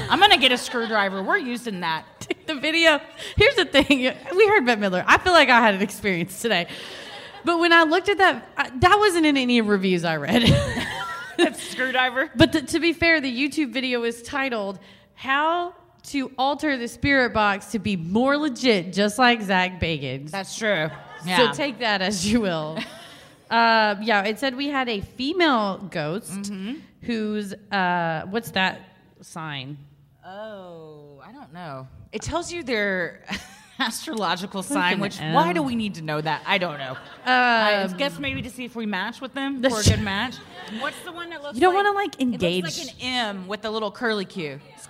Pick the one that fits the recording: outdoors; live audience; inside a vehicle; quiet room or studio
live audience